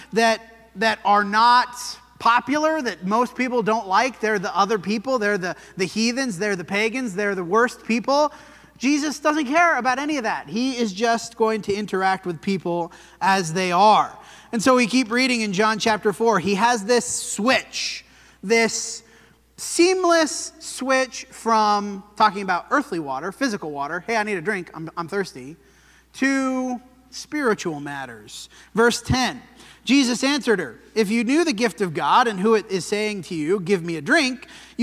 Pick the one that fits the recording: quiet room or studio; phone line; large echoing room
large echoing room